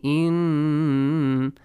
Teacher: You gotta extend the sound of noon for two counts. Produce a nasal sound.